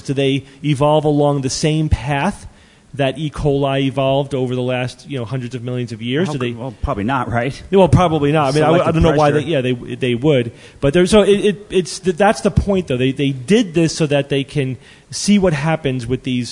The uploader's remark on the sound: Live from TAM 2012